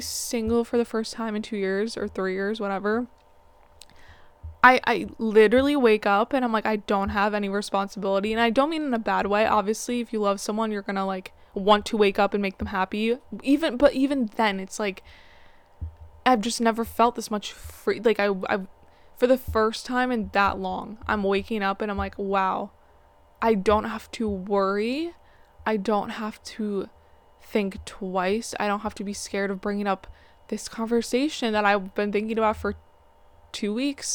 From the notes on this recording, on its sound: Apologies for the background noise and average audio, it will only get better.